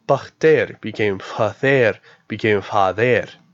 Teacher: The voiceless stops became fricatives unless another stop comes before it. So P became the bilabial voiceless fricative F